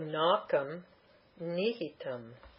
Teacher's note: If I break the sandhi, the im takes the dental of the next word, which is nihita